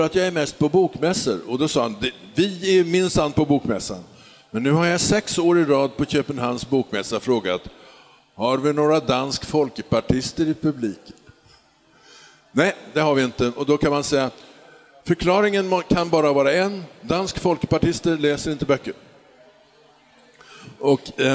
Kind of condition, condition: setting, live audience